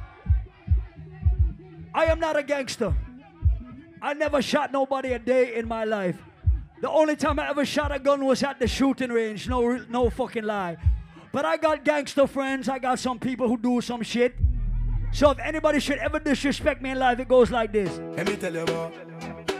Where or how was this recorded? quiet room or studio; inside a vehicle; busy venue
busy venue